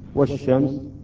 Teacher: أضغمت هذه اللام بحرف الشين · Term: الإدغام